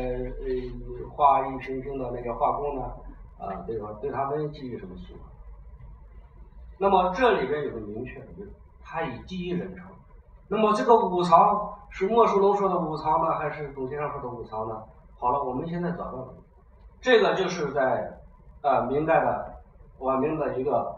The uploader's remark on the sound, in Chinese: 讲座录音。